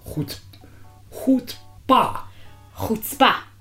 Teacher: You hit the second syllable.